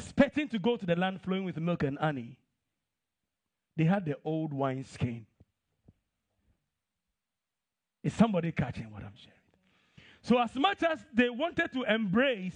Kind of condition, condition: setting, large echoing room